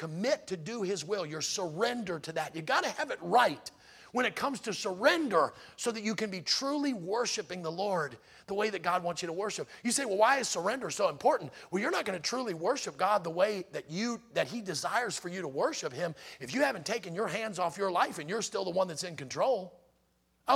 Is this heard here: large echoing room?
yes